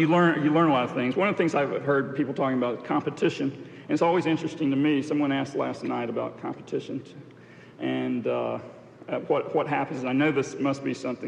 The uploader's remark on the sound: This podcast was recorded during the 1991 International Achievement Summit in New York City.